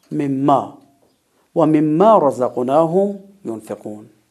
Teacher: این کلمه مما هم دقیقا مثل کلمه عما هست، یعنی من به علاوه ما ادغام شده و میم مشدد شده